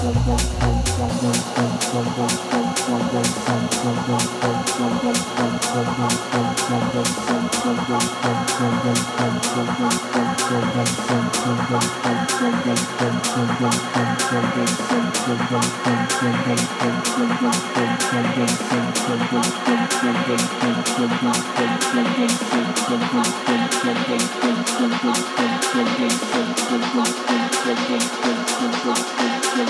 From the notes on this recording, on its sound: Live At Hype. After Party.